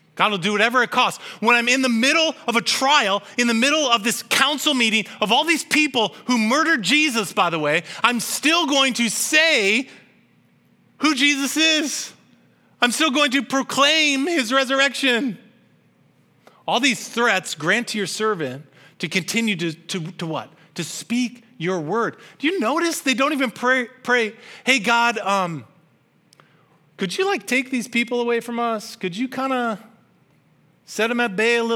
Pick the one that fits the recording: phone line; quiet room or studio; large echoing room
large echoing room